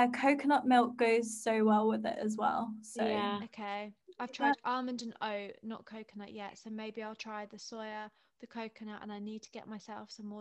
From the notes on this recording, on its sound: chilled FaceTime vibes episode